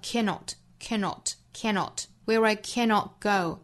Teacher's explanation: cannot 尾部的 t 的音直接略掉